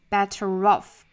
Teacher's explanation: 英式发法呢就是 better 再和后面元音的连读呢需要加一个小小的 r 的发音，better off。细心的同学可能会听到里面有一个小小的 tr 的发音，怎么会有一个 tr 的发音呢？其实呢，就是因为前面的 t 再加中间的再加一个小小的 r 的发音，那相当于这个的音再弱一些的话，直接就是 t 和 r 的连接了，就变成了 tr 的发音了。所以说呢，better 和 off 如果读得快一点，是可以听到里面的这个 tr 的发音的，better